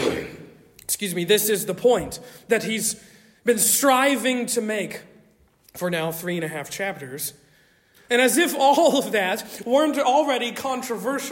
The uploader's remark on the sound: Originally delivered on 19 November 2023 at Stonington Baptist Church, Paxinos, PA. At Stonington Baptist Church, Paxinos, PA.